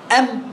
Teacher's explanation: بعض يعبر بالاستدارة والبعض يعبر بالانفتاح. ويجري صوت الميم غنة في الخيشوم